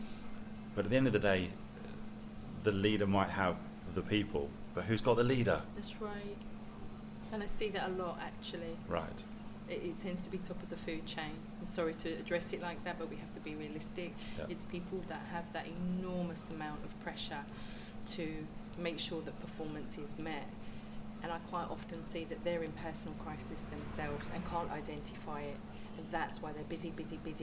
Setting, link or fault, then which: fault, sounds in the background